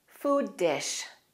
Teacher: And let's connect food and dish. Both of those words have a D sound, one at the end and one at the beginning. We're going to put them together and say the D only one time.